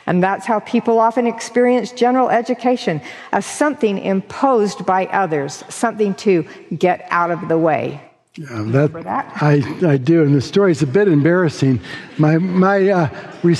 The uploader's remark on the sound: delivered this forum address on October 31, 2023